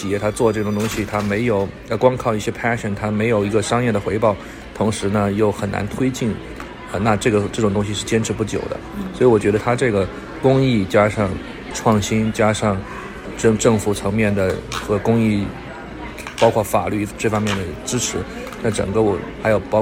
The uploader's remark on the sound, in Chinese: 辅助科技行业协会2024年会见闻。本期播客由三位第一次参加大会的言语治疗师在会议现场为大家带来他们的参会体验和收获。现场收音存在少量背景杂音，建议听众在较安静的环境中播放。